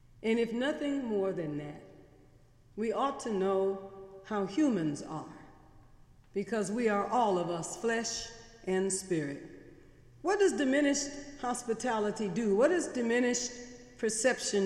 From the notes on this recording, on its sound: Sermons preached on Sunday in The Memorial Church during the academic year.